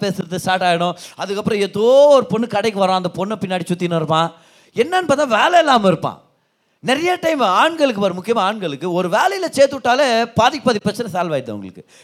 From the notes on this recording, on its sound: Singles Meet-Feb 2023. Preached in the Special Singles Meet.